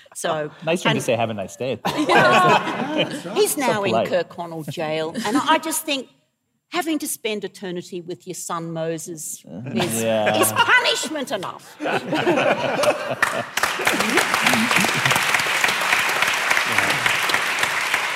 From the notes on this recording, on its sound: Live on stage at the Festival of Dangerous Ideas. Big thanks to everyone who came to the live show. We're recording a live podcast of our show.